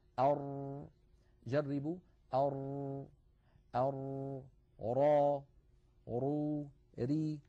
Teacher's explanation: ليس انحباسا كاملا كانحباس النون، وليس جريانا كاملا كجريان مثلا أش أو أص هكذا. أر، جربوا، أر أر را رو ري. · Term: الراء